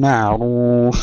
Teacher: تفخيم الراء وتسكين العين بدون قلقلة